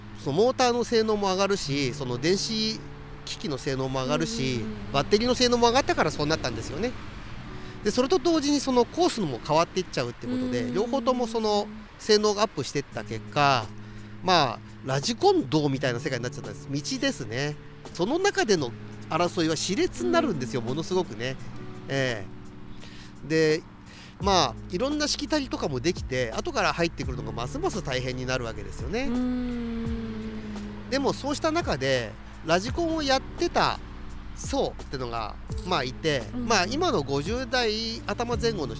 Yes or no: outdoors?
yes